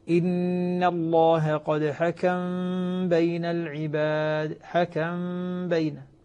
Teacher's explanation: فالآن عندنا إذن الميم قبل الباء، العمل الذي يكون نسكن الميم ونخفي الميم عند الباء مع الغنة · Term: الإخفاء